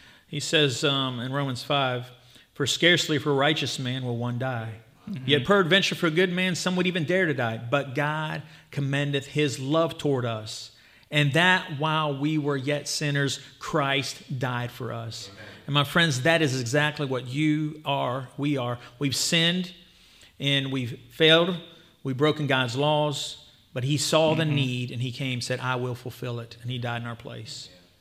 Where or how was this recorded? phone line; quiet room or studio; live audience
live audience